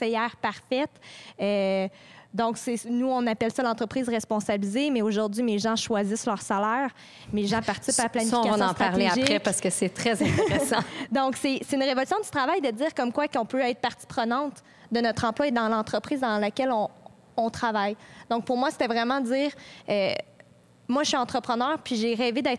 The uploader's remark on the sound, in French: Le Technopôle Angus a accueilli des dirigeants visionnaires de la communauté d’affaires montréalaise lors d'une rencontre sur le thème. Sous forme de mini-conférence informelle et chaleureuse, cette soirée fut l'occasion de réfléchir l’entreprise de demain.